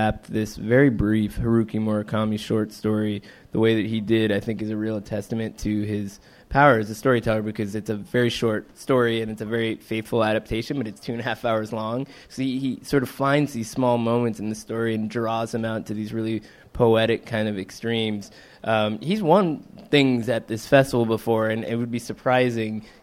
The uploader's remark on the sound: Live From Cannes 2018